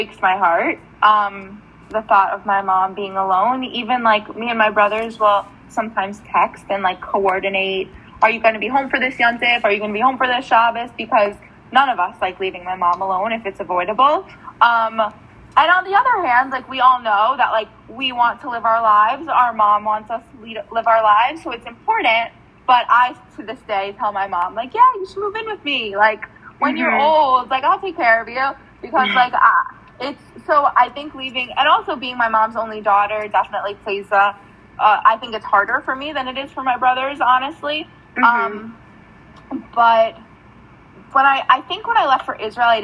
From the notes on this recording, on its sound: This episode had a bit of technical difficulties.